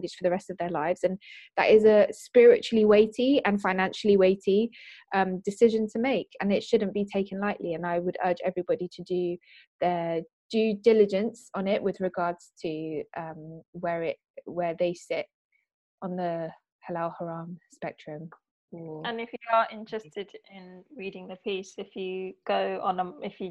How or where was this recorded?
video call